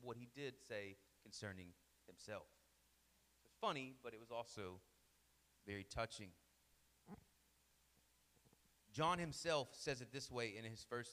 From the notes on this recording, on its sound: Sermon Audio from our Worship service